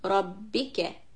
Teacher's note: keep the kaf soft, ka sound and one count.